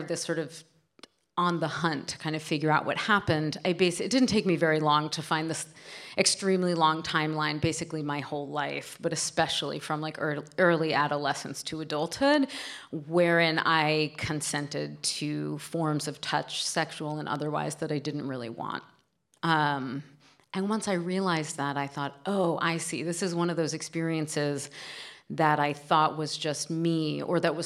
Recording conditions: live audience